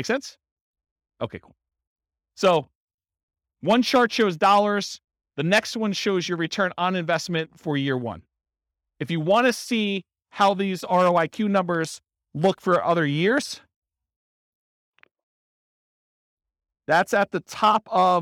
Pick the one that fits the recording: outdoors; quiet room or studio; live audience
live audience